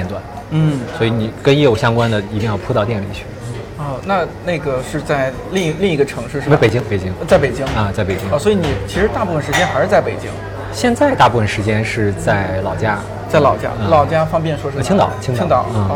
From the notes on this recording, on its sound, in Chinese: 上周五去naive理想国北京郎园店和三位偶遇的听友即兴聊了聊，在征得他们同意之后，我把聊天录音整理成了这期节目。第一次尝试这样的录制，低估了工作日咖啡店的热闹程度，这次的收音有点嘈杂，带来不好的收听体验还请谅解。